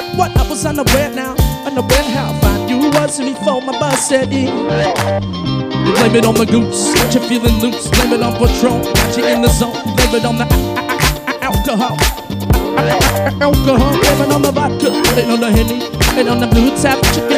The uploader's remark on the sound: Music built from loops, Live at Steel Toad Brewery.